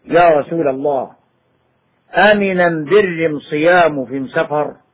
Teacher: في لغة حمير تبدل لام أل ميما